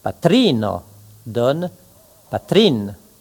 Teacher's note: Il ne se produit alors aucun déplacement de l'accent tonique. La consonne finale se joint simplement à la syllabe qui précède, laquelle porte précisément l'accent.